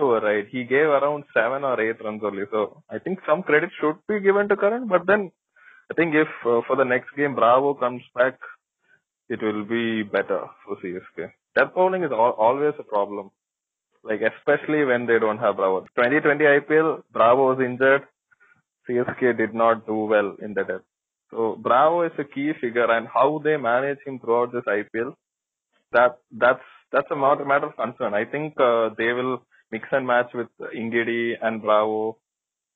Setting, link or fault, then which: link, phone line